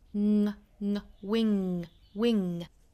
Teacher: s 的发音 s 是非常轻弱的，spreadspread，尾部的呢我们顿一下，spread mywings，做一个不完全的爆破，spread my wings and flyaway，wing 这个词大家不要发成了 win，不要混淆了那个 w i ns。Winds 和 wings 前后鼻音混淆，很多南方同学会混淆的。 Wing 舌头的后半部分去跟软腭碰撞。Wingwing，不要发成了 win 不是 n 而是 ng 。Wings spread my wings and flyaway。那我又拓展了几组哈，我们来看一下，都是前后鼻音混淆的。前面的是前鼻音，后面的是后鼻音。我来读一下这三组：sin singsin。Sing, fin, thing, fin, thing